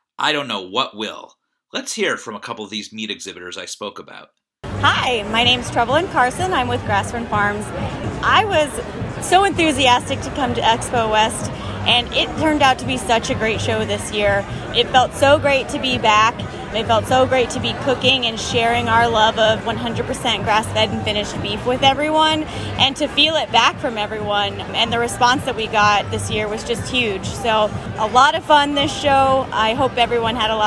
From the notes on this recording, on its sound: sound bites taken on the floor of Expo West